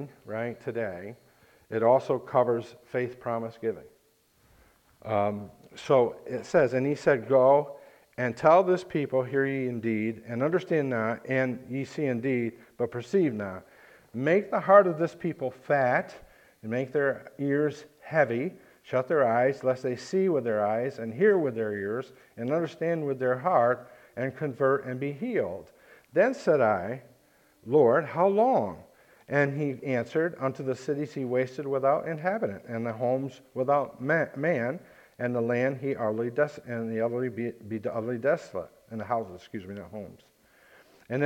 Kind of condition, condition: setting, large echoing room